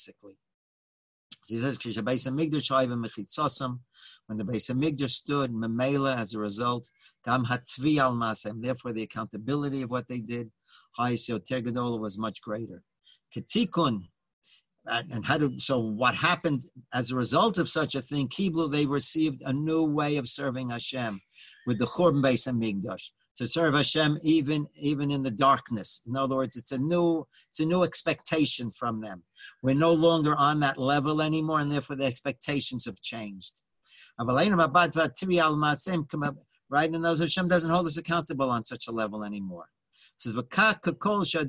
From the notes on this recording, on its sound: Live On Zoom.